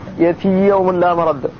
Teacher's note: فالياء من يأتي أدغمت في الياء من يوم